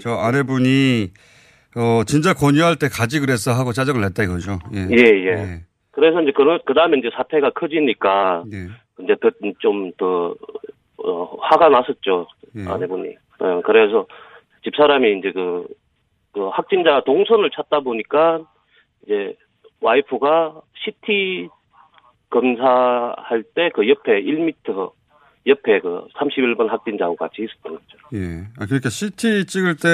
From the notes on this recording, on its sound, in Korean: 전화연결